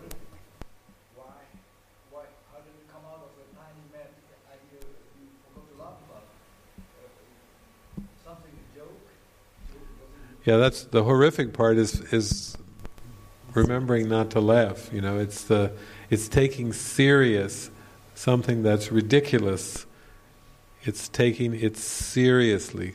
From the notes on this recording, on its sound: This session opens up with a beautiful song. A Q&A session with the retreat participants. This session was recorded during the Into the Kingdom retreat in the evening of October 11, 2019, at the Castle De Berckt in Holland.